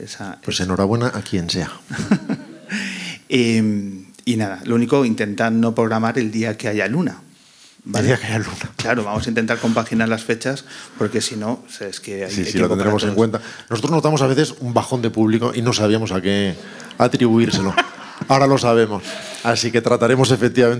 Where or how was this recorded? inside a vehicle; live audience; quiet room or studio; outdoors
live audience